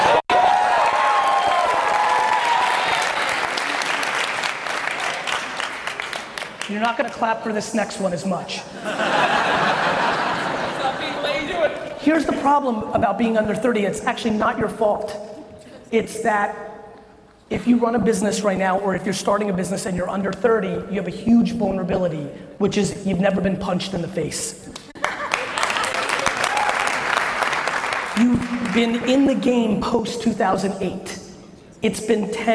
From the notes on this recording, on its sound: Complete fire coming out of this keynote at Tampa Startup Week.